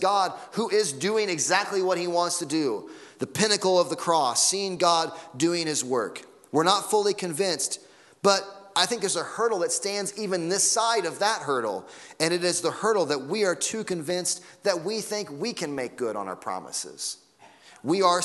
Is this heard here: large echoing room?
yes